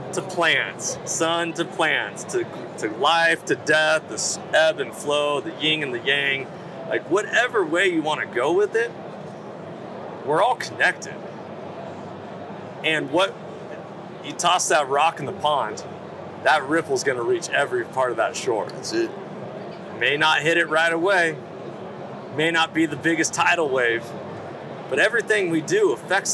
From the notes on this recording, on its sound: Live From the Initial Ascent Mountain Dude Table. Live from The Western Hunting and Conservation Expo live in the Initial Ascent booth.